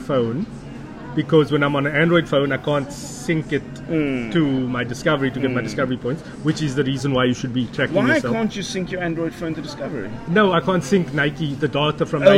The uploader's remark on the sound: Recorded at Cincinnati Spur, Howard Centre, Pinelands. Recorded on iPad Mini 5 + Boya shotgun mic.